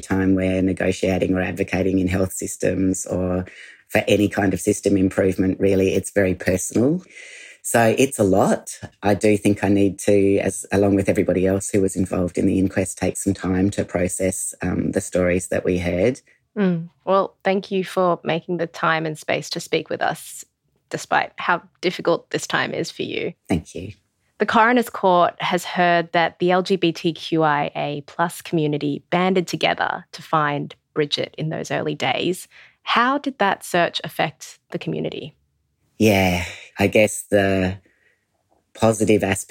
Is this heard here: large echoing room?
no